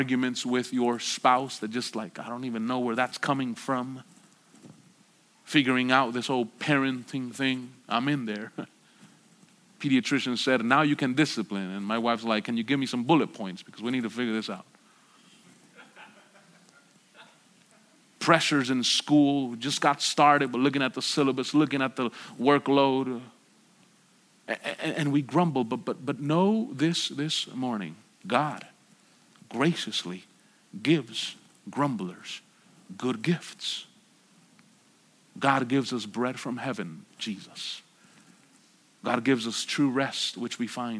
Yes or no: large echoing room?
yes